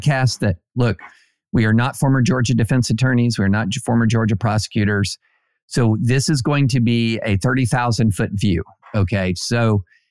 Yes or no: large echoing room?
no